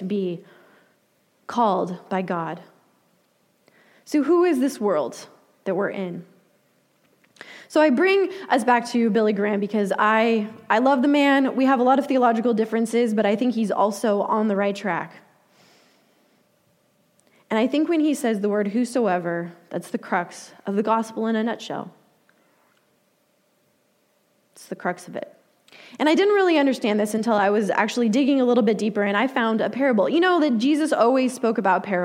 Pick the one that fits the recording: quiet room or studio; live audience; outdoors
live audience